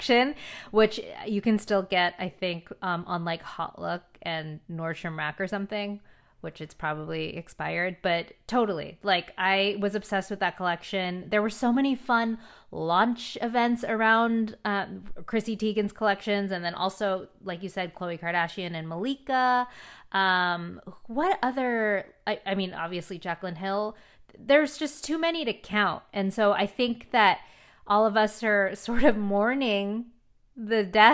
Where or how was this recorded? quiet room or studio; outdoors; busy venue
quiet room or studio